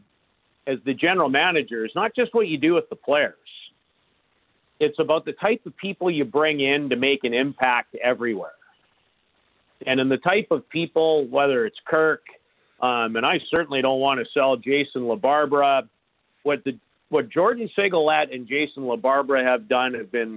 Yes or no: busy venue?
no